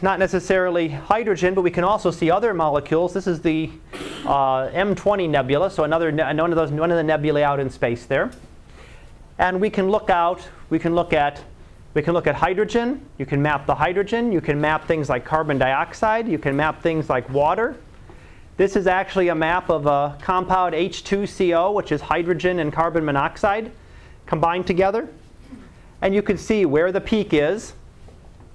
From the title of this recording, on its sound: Live Class Lecture